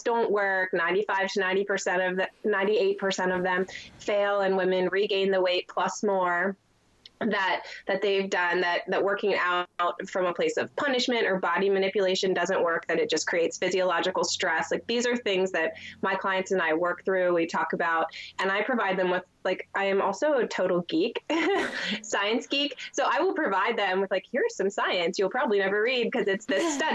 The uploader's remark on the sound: my *first ever* Skype video interview for the podcast